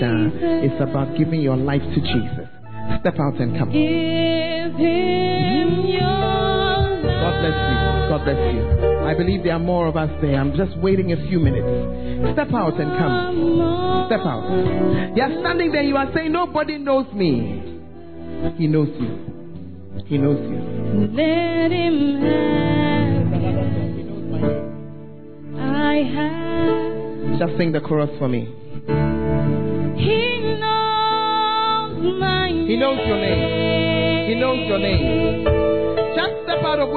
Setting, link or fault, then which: setting, large echoing room